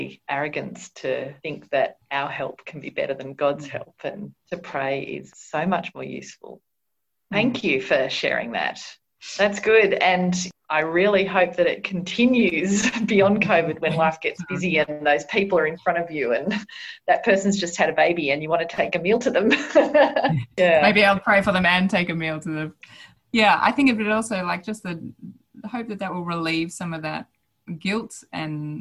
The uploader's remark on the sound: chats via Zoom